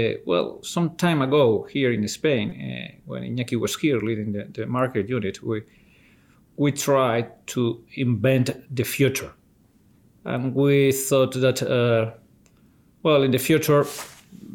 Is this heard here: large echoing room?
no